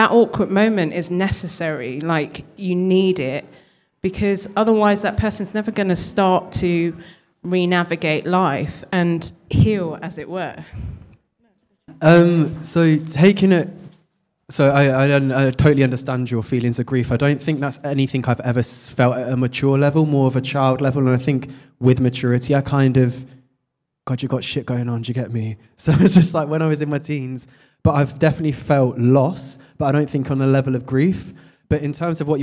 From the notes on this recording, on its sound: Live event recording with guests. We hosted our first ever event and did our first ever live podcast recording.